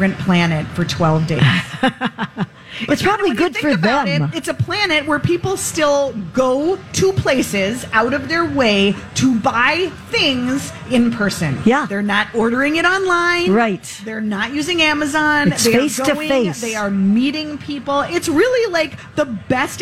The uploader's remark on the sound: Live From The Minnesota State Fair